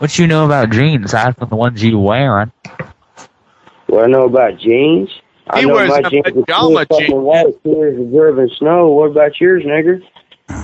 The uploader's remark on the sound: Prank Phone Calls